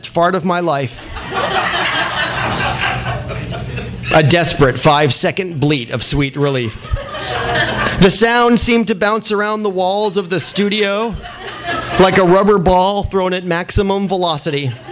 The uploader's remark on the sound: THIS EVENT WAS RECORDED LIVE AT SKYLIGHT BOOKS SEPTEMBER 7, 2010.